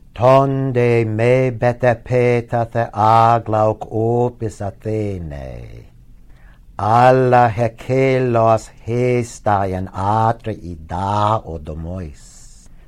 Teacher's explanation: It depends on the length of the syllable, just like music. And I'm suppressing the word accents, which were tone accents, because that's probably what was done when this was read metrically.